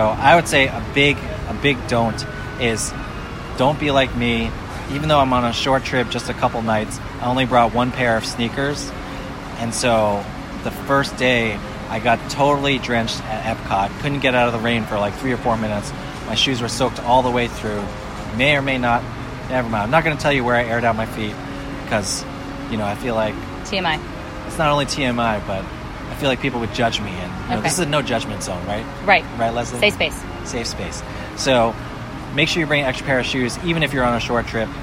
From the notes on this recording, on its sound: Toy Story Land is the newest section of Disney's Hollywood Studios. Recorded their initial impressions LIVE in the parks.